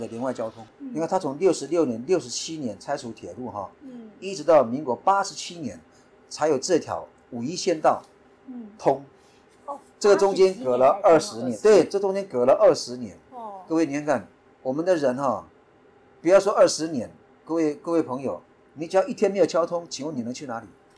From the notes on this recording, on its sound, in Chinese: 今天要帶大家走出錄音室，來到位在宜蘭縣的大同鄉。這次是我第一次獨自開著車離開外縣市，經過雪隧前往採訪地點。所以我選了一個山腳下的部落。